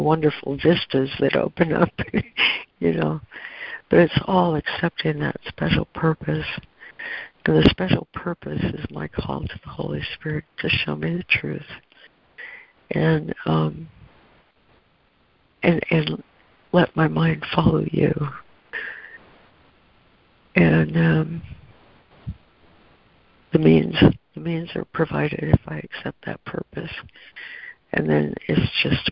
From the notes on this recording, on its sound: ACIM Daily Conference Call